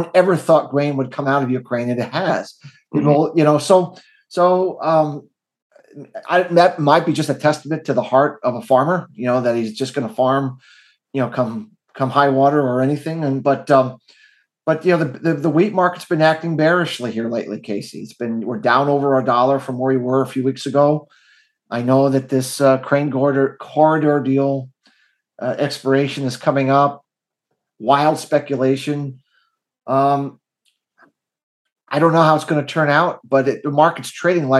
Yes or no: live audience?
no